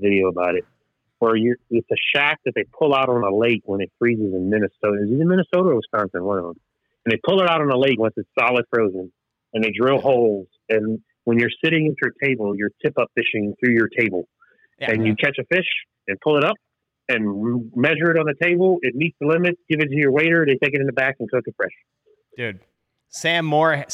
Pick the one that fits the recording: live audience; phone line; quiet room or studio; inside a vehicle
phone line